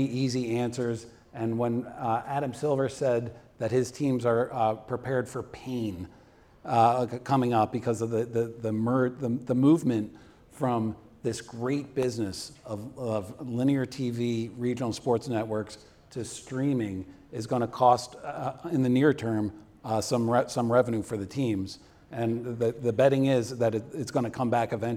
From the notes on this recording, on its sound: Co-hosted this podcast at SBJ’s Media Innovators conference in New York City. The live audience attending the late afternoon taping.